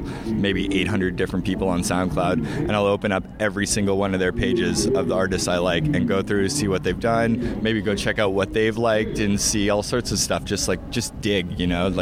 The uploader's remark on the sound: Shambhala 2018. Joins us backstage at The Village for an interview about his time and experiences at the festival.